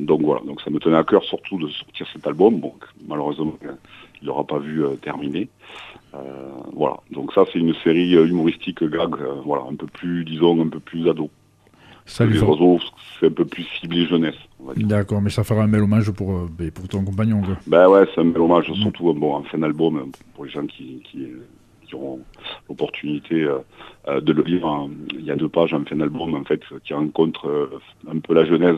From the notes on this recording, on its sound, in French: Reçoit par téléphone le dessinateur.